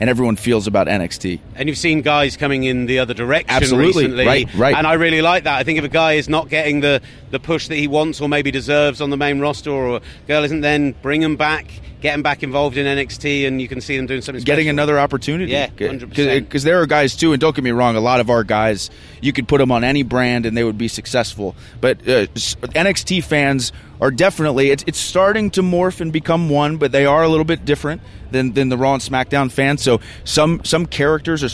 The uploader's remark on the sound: joins the show from Download Festival